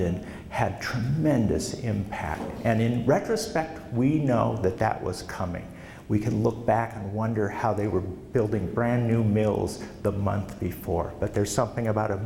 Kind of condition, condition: setting, live audience